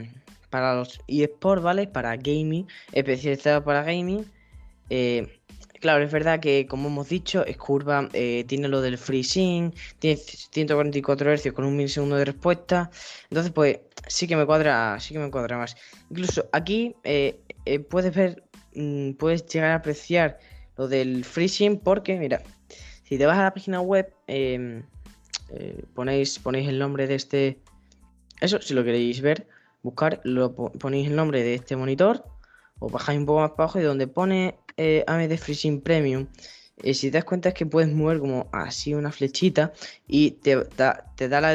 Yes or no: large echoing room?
no